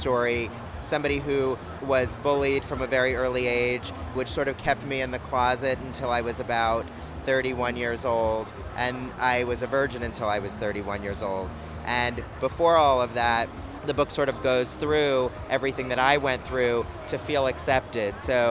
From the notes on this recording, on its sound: LIVE in studio + Interviews from the exhibition floor of RuPaul's Drag-Con 2017.